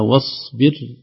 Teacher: الصاد الصغيرة هذه إذا وضعت فوق الألف وقبلها شيء لا تنطق أبدا، تصبح واصبر كأنها واو صاد ما في ألف تسقط